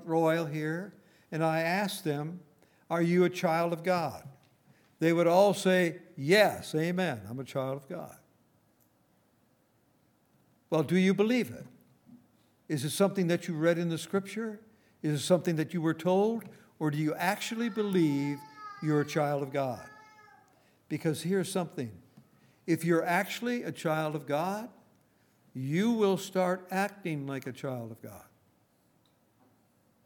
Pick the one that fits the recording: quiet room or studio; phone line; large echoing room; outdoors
large echoing room